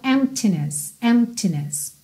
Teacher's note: Porque como a gente não tem vogal depois dele, ele acaba ficando meio mudo mesmo, né? A gente já fechou pro M, empt, e eu vou abrir já no T.